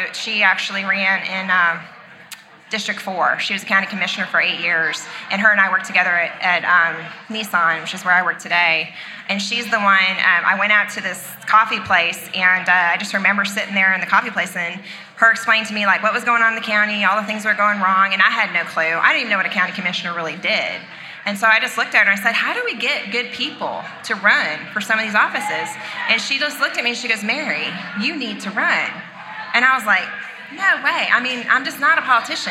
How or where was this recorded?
busy venue